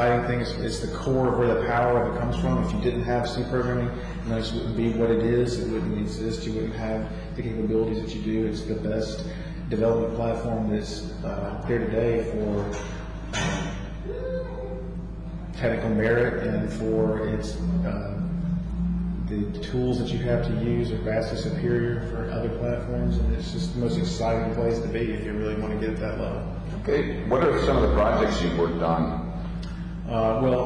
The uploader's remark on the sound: Interviews that were recorded at the Linux Fest Northwest took place on April 28 and 29, 2012.